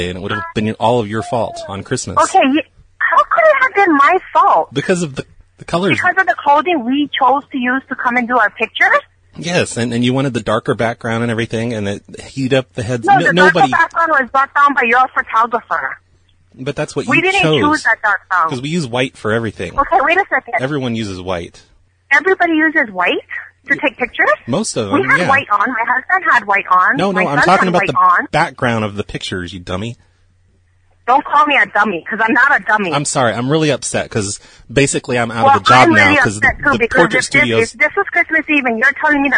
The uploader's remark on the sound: RBCP's Personal Prank Phone Calls Collection: portrait studio - fire. "portrait studio - fire" from archive.org was assembled into the "RBCP's Personal Prank Phone Calls Collection" podcast by Fourble.